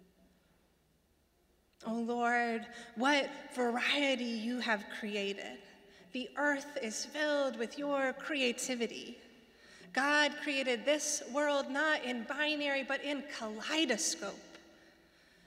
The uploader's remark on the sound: Sermons from Old South Church in Boston